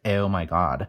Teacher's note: especially in the West, the Western dialect, the O is almost like more forward, like O, like I'm going to exaggerate it like a Valley Girl sound, but like, oh my God.